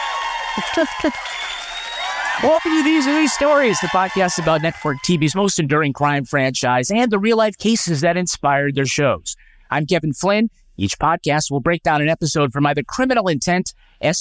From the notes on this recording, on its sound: This podcast was recorded in front of a live audience in Dallas, TX.